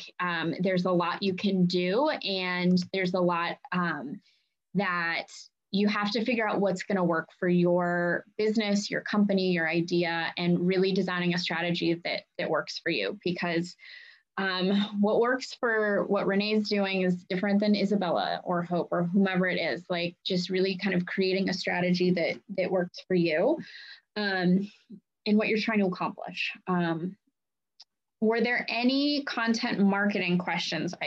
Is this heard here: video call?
yes